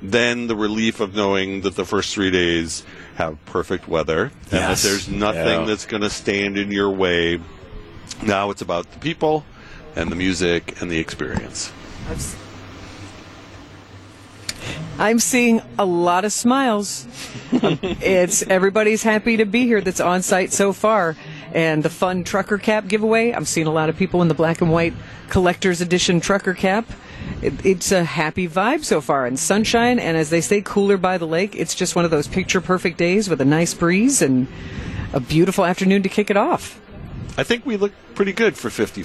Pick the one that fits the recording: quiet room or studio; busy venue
busy venue